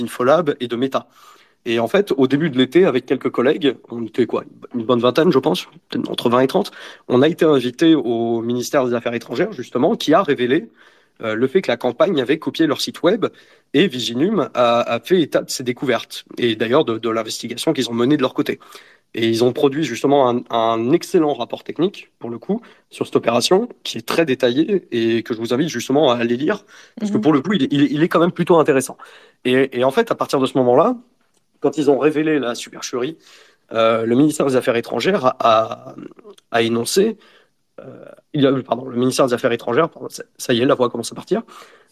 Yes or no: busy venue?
no